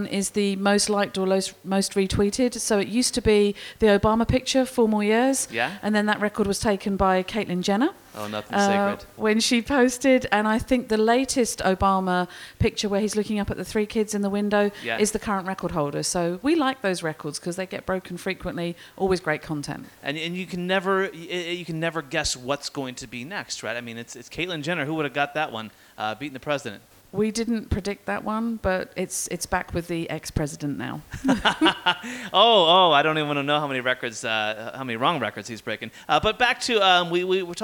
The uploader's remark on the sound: live from the LinkedIn Lab at Festival of Marketing in London